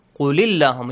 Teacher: You put a kasra on lam and read because there are two sakin letters. · Term: Two sakin letters meeting